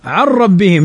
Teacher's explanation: نون ساكنة بعدها الراء، والراء من حروف الإدغام بغير غنة